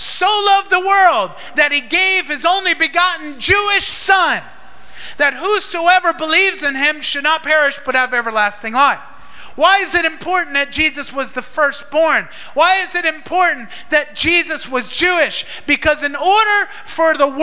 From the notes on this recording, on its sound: Recorded in Maranatha Family Church Davao's Sunday Service at FIRE School of Ministry Philippines in Davao City, Philippines